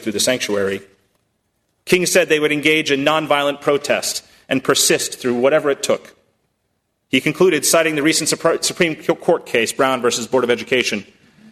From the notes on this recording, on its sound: at First Congregational Church of Houston